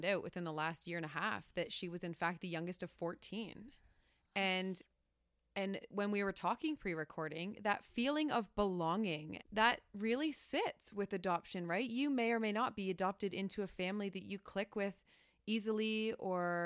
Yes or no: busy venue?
no